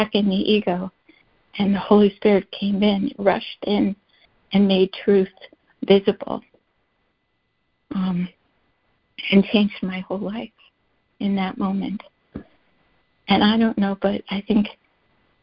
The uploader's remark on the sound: ACIM Daily Conference Call